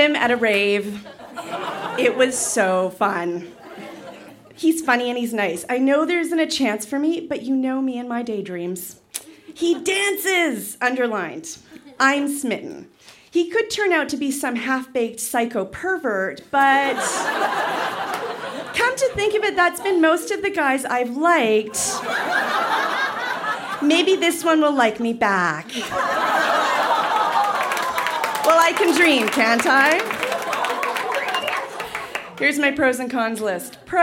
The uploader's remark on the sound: Recorded live at The Club in Banff, Alberta.